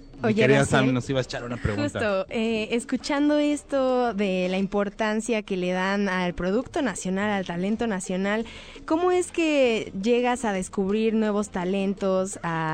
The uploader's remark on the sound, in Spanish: Entrevista desde MulticomicLC